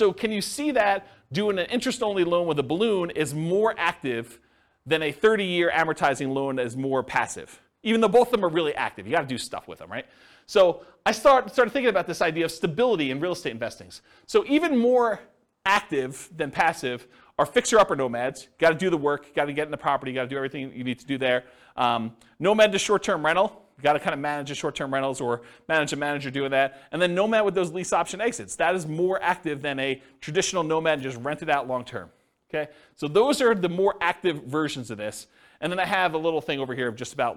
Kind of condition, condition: setting, live audience